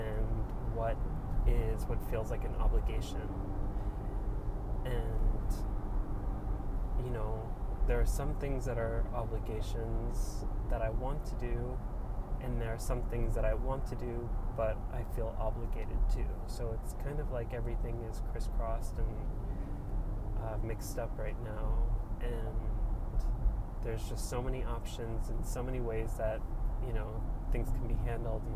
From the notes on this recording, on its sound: Recorded while driving on the New Jersey Turnpike.